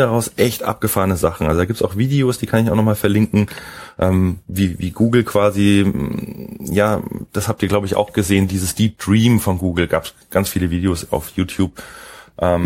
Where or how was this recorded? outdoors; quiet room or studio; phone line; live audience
quiet room or studio